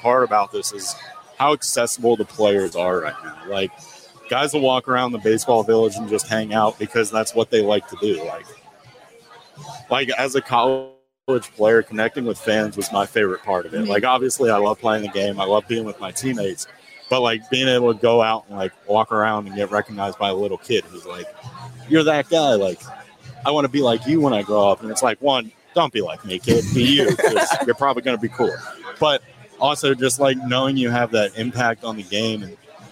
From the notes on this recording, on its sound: Live at Lefty O'Tooles.